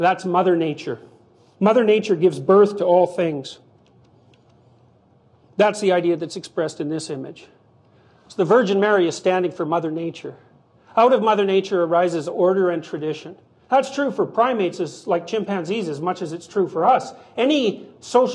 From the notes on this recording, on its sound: This public lecture, recorded by TVO